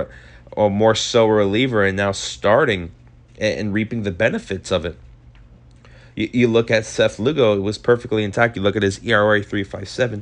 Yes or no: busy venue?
no